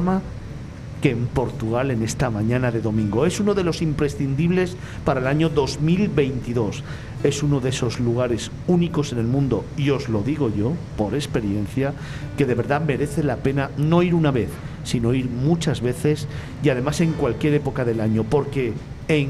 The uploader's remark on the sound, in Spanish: Desde la feria internacional de turismo del IFEMA de Madrid, FITUR2022, grabamos este especial FITUR.